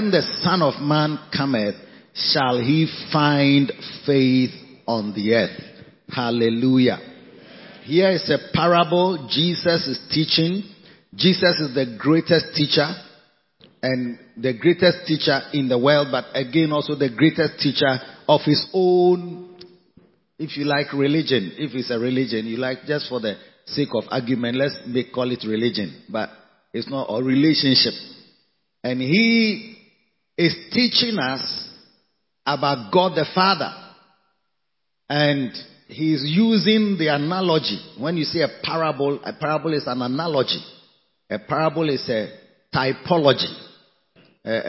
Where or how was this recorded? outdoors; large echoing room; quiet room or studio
large echoing room